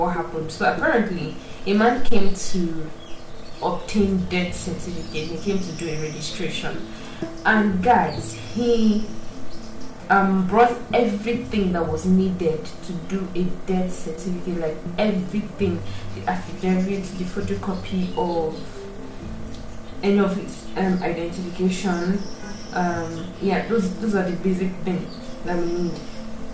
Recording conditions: sounds in the background